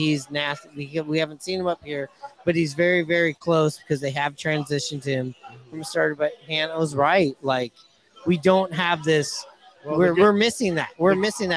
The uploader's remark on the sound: Live from Hooverville Bar!